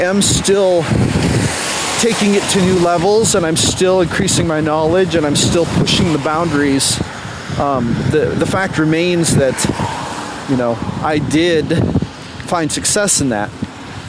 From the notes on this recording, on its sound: while walking along the side of the road while it's raining at 6 AM in the morning.